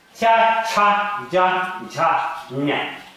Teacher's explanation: Следующий ряд в санскритском алфавите – это палатальные звуки, которые произносятся на уровне мягкого неба. Есть твердое небо, которое непосредственно тут у нас, и мягкое глубоко там.